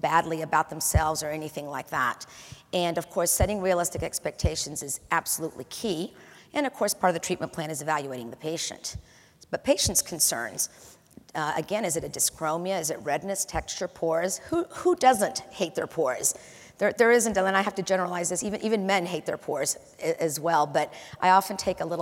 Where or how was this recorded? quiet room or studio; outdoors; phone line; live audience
live audience